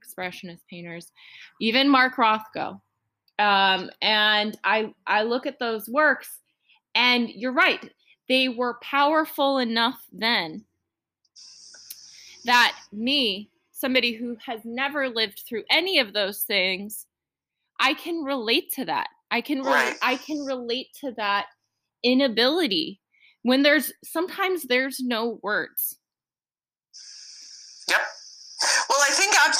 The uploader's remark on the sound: I didn’t even record an intro for this interview. This is AM art radio. Its not about the quality of the audio file, its about the message.